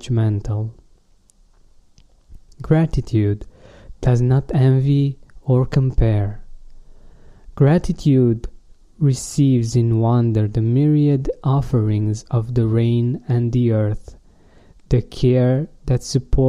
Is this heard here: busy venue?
no